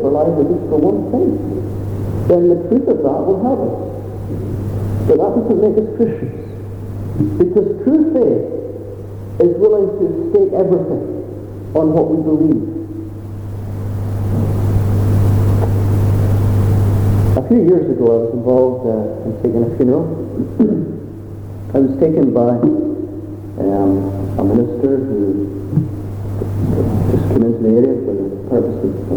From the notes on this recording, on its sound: Apologies for the sound quality.